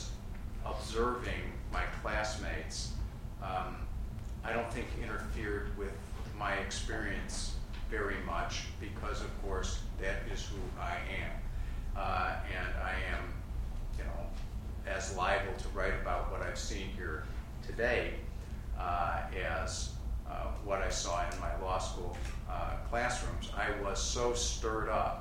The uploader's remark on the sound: Crime in Law and Literature Conference Plenary Talk and Panel. At the University of Chicago Law School.